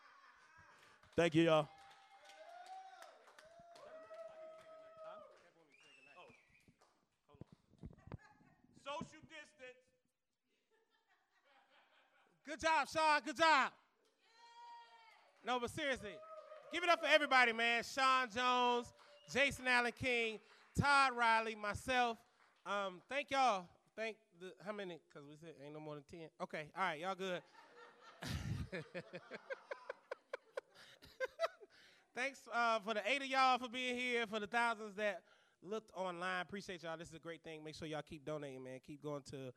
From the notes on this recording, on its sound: includes the audio from a special show at The Comedy Zone in Charlotte, NC during the Covid-19 quarantine.